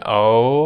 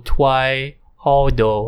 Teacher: you get your lower lip to try to do it, to do the work of the R by going oh, but this just doesn't.